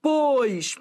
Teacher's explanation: Pois é tônico. É timbre fechado, mas é tônico.